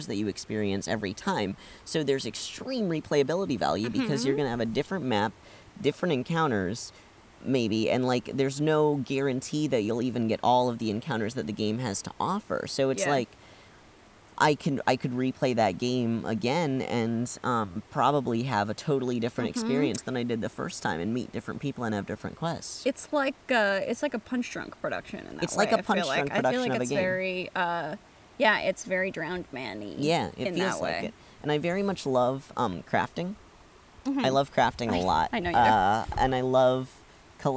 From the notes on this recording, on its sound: are in Canada, recording in the woods!